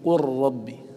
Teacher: فإذا قلت مثلا قل ربي، فأنت لا تدغم اللام في الراء إلا بعد قلب اللام أو إبدال أو بدل اللام راء. قل ربي تبدل من اللام راء فيسهل عليك إدغامها في الراء، فتقول قل ربي، فتنطق براءين هي واحدة مشددة، وقبل أن تنطق براء تبدل من اللام راء.